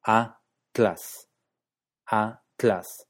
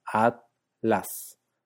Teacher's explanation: atlas se silabifica en la Ciudad de México como a-tlas, a-tlas · Shown in: first take · mientras que en otras partes se silabifica más como a-tlas